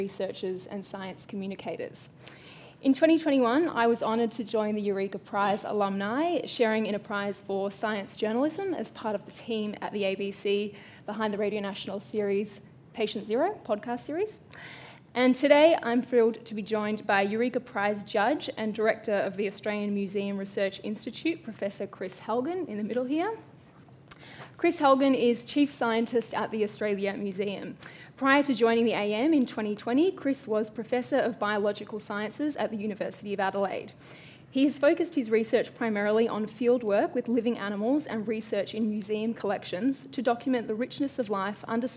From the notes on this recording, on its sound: Recorded live at the Australian Museum.